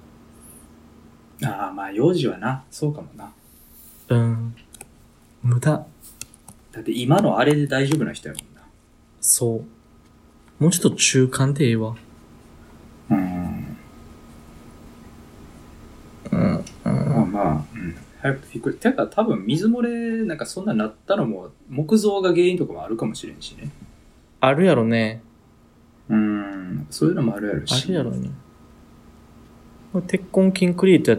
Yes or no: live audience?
no